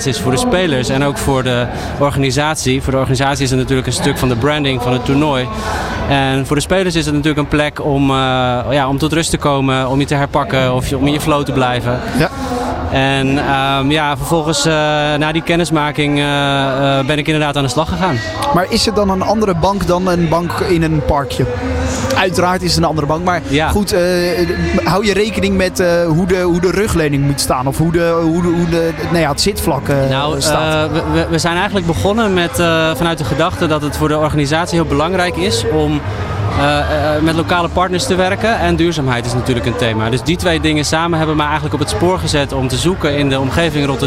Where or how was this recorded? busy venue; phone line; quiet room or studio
busy venue